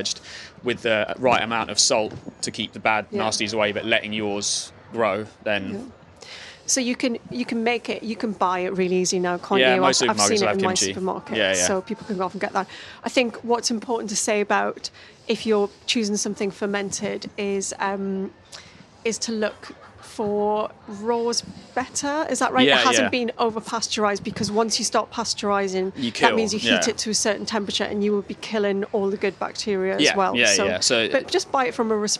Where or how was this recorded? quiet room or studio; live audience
live audience